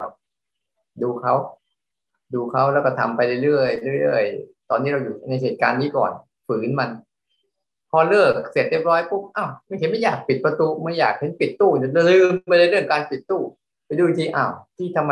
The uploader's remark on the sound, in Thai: เป็น 1 ใน 3 คอร์สออนไลน์ (ผ่านโปรแกรม Zoom)